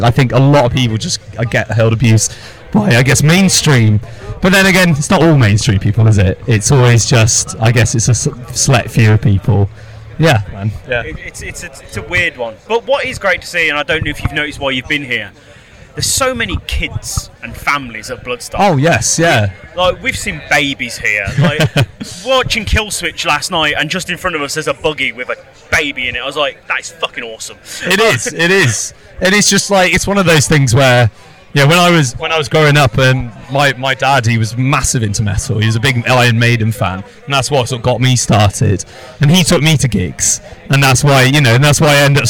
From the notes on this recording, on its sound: Live from Bloodstock 2023